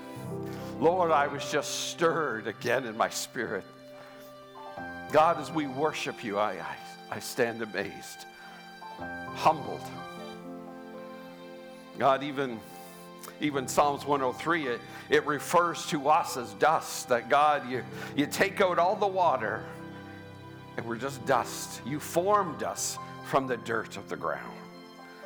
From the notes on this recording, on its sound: Sunday Service live broadcast